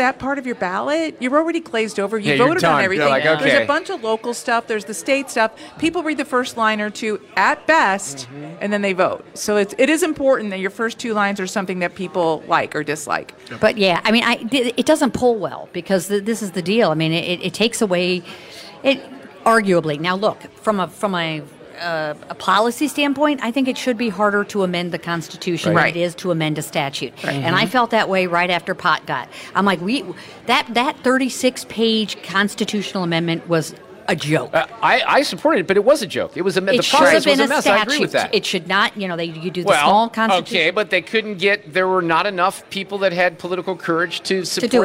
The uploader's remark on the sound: Live from the Knights of Columbus at St. Joseph's Pezold Banquet Center in Cottleville with a live Roundtable.